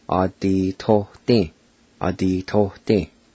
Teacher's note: sometimes you might hear somebody pronounce it with an aw sound at the very beginning